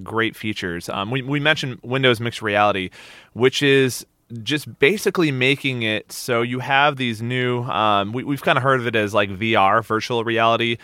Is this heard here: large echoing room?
no